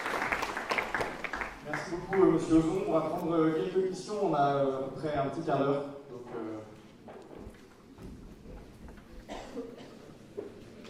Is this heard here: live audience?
yes